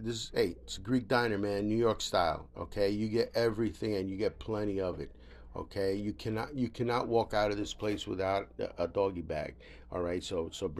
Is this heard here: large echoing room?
no